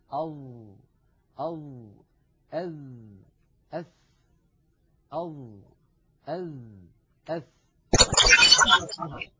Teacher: الظاء والذال والثاء تخرج يا إخوة من منتهى طرف اللسان مع أطراف الثنايا العليا، نضع طرف لساننا على طرف أسناننا العليا، هذان الثنيتان اللتان في مقدمة الفم. · Term: الأحرف اللسوية